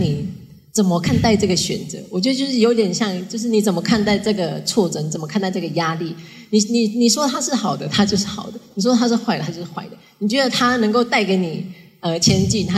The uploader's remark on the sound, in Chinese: 現場錄音。